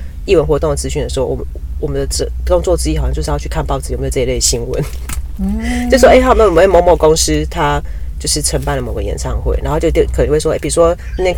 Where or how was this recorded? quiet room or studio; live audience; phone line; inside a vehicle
inside a vehicle